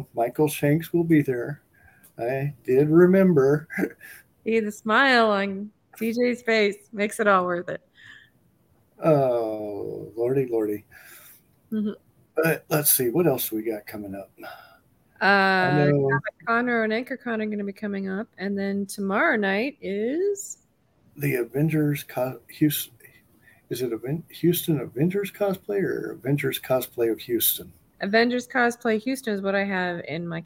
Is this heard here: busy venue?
no